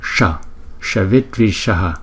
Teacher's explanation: Chữ S có dấu nặng chúng ta là Sha, Sha. Cong lưỡi lại.